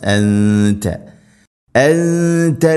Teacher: അൻത സാകിന നൂന് ശേഷം ത ഇഖ്ഫ ബിഗുന്ന അവ്യക്തമാക്കി മണിക്കണം